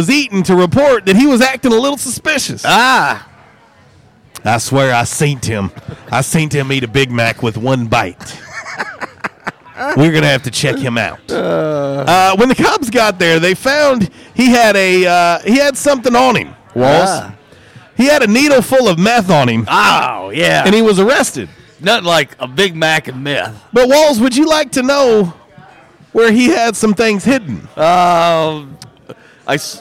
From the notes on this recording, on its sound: LIVE from J’Town’s Grill! On 95.3 The Ticket/AM-970, Ritter Communications Tubetown 21!